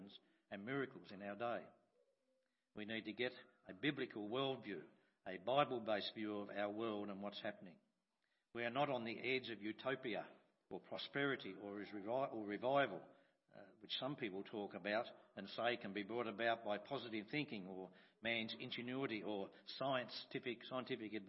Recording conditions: large echoing room